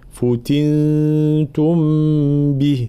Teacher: لابد من بيان ضم الفاء ثم كسر التاء